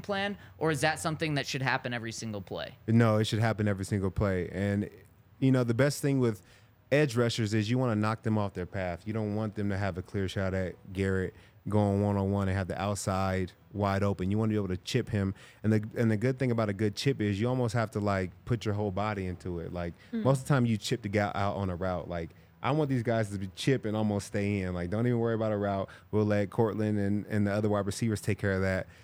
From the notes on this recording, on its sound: coming to you LIVE from the DNVR Bar